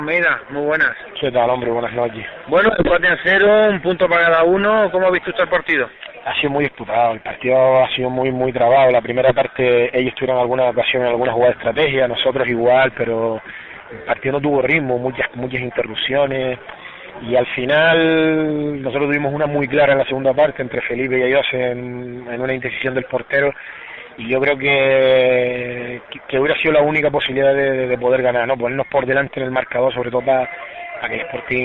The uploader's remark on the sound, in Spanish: Entrevista telefonica